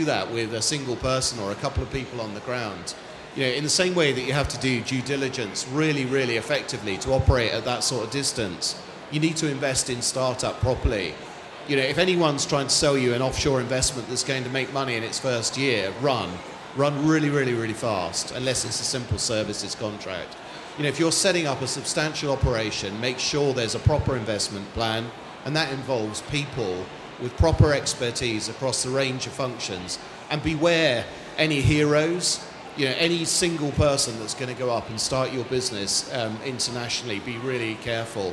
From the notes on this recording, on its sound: Expo East 2018 discussion panel